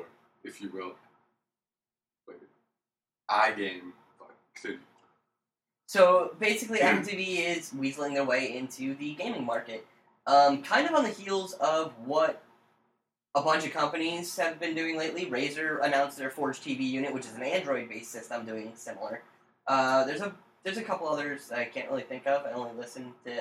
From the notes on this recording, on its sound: DISCLAIMER: We had some technical difficulties while recording that we didn't realize we had while recording. Do excuse the unusually bad sound quality.